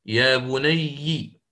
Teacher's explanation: فالإمام شعبة يقرأ فيها بالكسر في ياء الإضافة يا بني هكذا، إلا الموضع موضع سورة هود فهو يقرأ فيها بالفتح يا بني اركم معنا ولا تكن مع الكافرين.